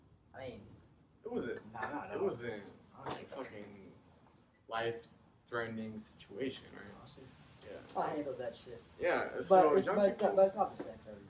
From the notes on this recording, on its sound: Disregard our background noise, future experiences will be smoother.